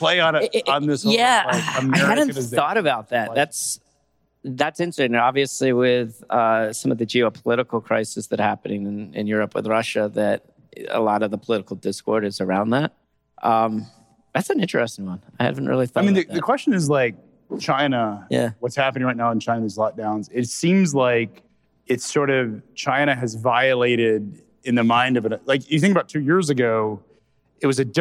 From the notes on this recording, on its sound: fireside chat on Day 1 of the Future of Supply Chain Conference in Northwest Arkansas